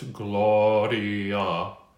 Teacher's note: the R is on the tip of your tongue. The O is toward ah.